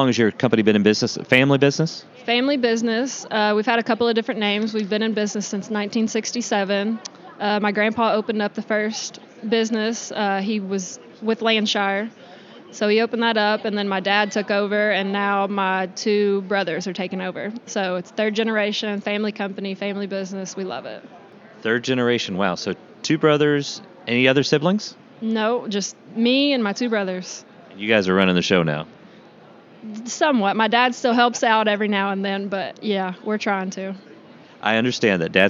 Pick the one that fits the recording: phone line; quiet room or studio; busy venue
busy venue